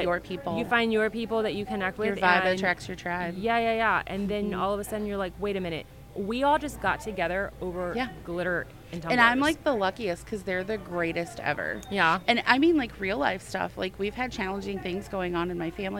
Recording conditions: busy venue